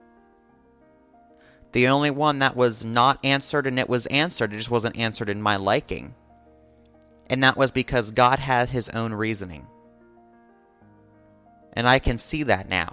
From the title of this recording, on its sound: Sunday Church Service